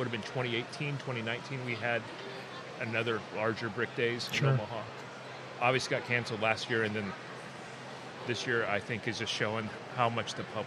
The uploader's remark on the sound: LIVE at Nebraska Brick Days.